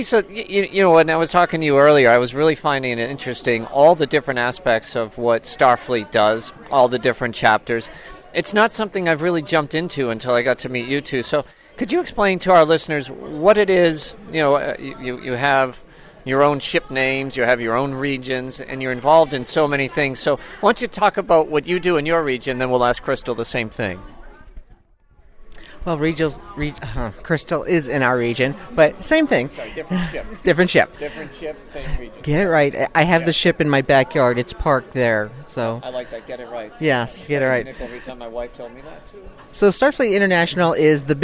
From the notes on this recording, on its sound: Northeast Trek Convention in Albany, New York. Recorded from inside the Albany Capital Center. Set up a station at a Star Trek convention and meet and greet Star Trek fans from all over.